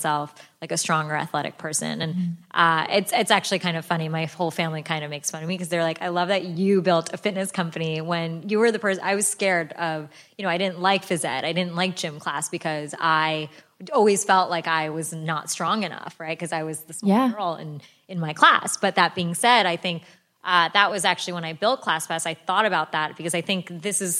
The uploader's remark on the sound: A live recording.